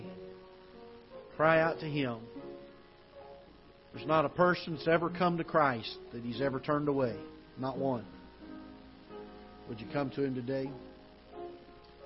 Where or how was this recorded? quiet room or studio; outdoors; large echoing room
large echoing room